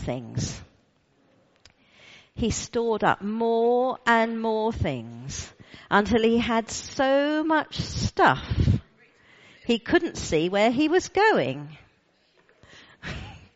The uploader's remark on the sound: All Saints All Age Harvest Service. Recorded at the 10:00 service on Sunday 9th October at All Saints.